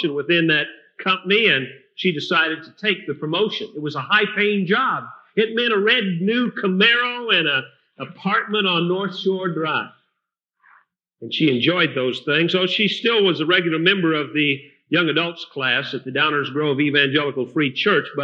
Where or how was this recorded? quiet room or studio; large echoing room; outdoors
large echoing room